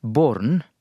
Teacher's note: det er jo en å-lyd, og det skal aldri være baurn eller noe slikt på nynorsk, det blir born eller bodden.